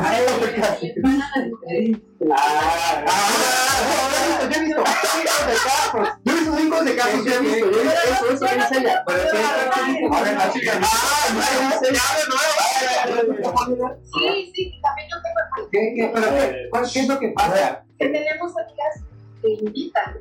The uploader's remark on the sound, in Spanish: Disculpen que el audio quedara de la chingada, ahora sabemos que el micrófono no funciona en exteriores.